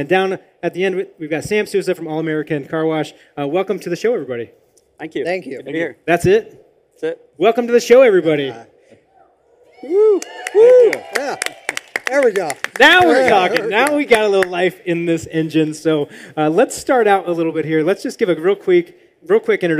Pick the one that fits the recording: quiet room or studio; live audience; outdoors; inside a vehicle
live audience